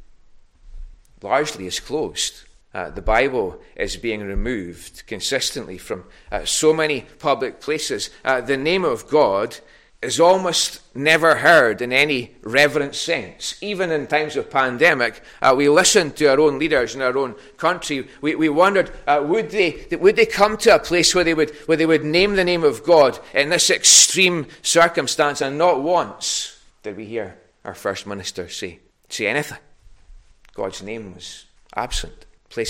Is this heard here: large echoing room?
yes